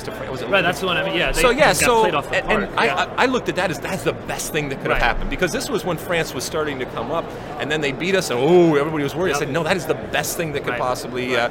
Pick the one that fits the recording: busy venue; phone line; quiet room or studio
busy venue